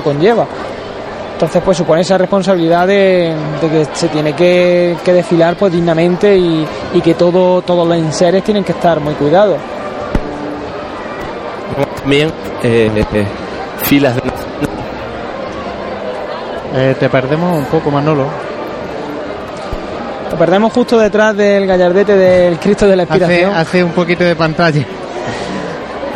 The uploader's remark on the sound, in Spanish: Sonidos del paso de Jesús Preso a su paso por la calle Chinchilla.